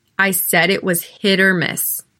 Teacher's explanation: Because the stress is on hit, you could almost barely hear that T running into the O that follows.